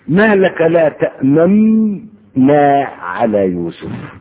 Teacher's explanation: الإشمام معنى أنك تظهر حركة النون الأصلية التي أدغمت ماذا كانت حركتها الضمة فالإشمام من أجل التدليل على أصل حركة النون المدغمة تأمننا أما